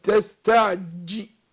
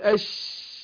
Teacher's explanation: الجيم بتخرج من وسط اللسان هي والشين ماشي، بس الفرق بينهم ان الجيم بيحصل فيها حبس النفس الصوت قلت تستعجي، حصل حس للنفس والصوت، لكن الشين ما قول اش، يبقى في مسافه بين ظهر اللسان والايه والحنك الاعلى، فجاب الايه التفشي ده اش شيء كده.